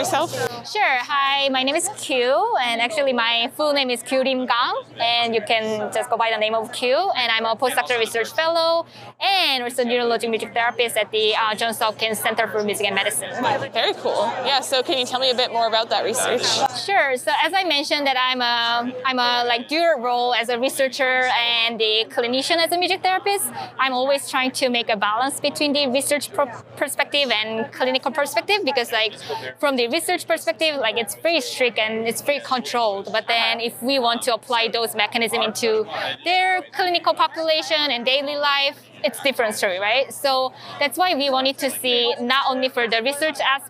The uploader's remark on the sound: In this set of interviews from the Society for Neuroscience 2023 conference